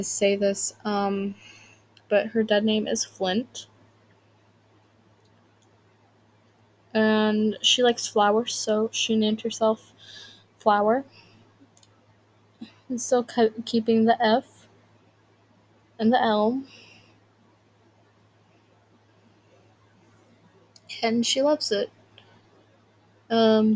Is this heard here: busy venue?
no